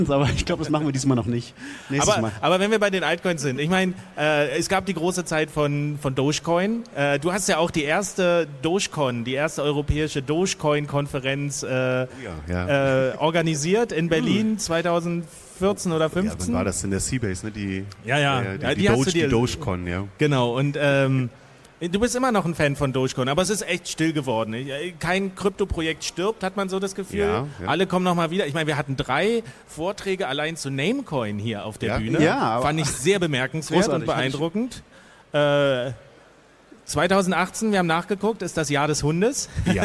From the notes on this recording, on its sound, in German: Live auf der Bühne in Bild und Ton auf dem 34C3 hier in Leipzig Ende vergangenen Jahres aufgenommen. Nun scheint die Postproduktion der Aufnahmen vom 34C3 abgeschlossen.